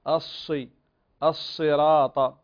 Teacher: الصراط فيها صفة من الصفات التي تميزها كذلك، فيها صفة الصفير، فبعضهم نسمع أنه يضم الشفتين عند النطق بالصاد